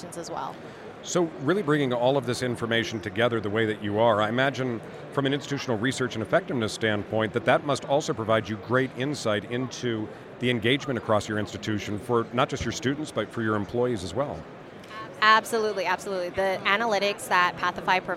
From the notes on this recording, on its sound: EDUCAUSE 2022. We saddled up our mobile podcast rig and took it to the floor of the show where we went in search of some of the greatest partnerships in higher education. Direct from the floor of the conference.